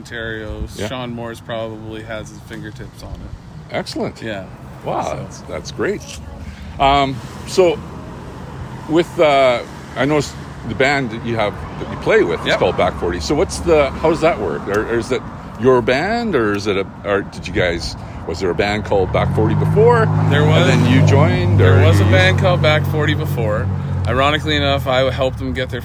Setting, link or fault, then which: setting, outdoors